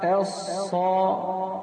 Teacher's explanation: فتخرج اللام من إحدى حافتي اللسان اليمنى أو اليسرى من الضاحك إلى الثنية أو من الثنية إلى الضاحك، فتقرأ هكذا الصلاة، تخرج لام رقيقة مضمومة. · Term: مخرج حرف اللام